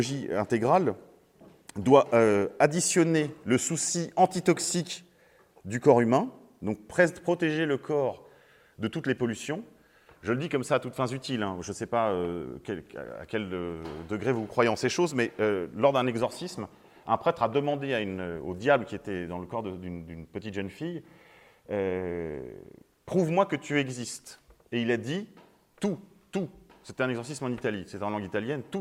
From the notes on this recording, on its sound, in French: Conférence donnée à l'université d'été catholique Academia Christiana lors du colloque "l'identité contre la nouvelle tour de Babel". À Sées - Normandie.